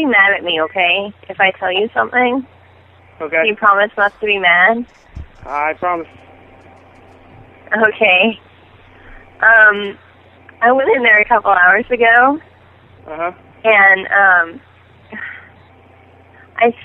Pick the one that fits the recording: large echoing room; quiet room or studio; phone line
phone line